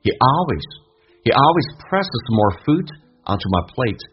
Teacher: He 不被强调，经常会说成一个短元音，轻轻点一下